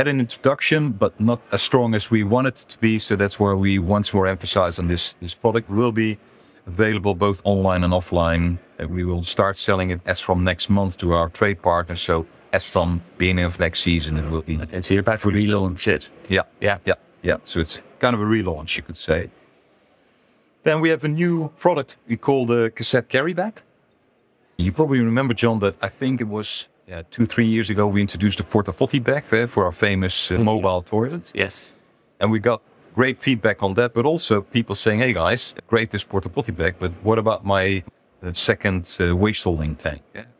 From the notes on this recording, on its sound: An interview I recorded at the Caravan Salon Dusseldorf.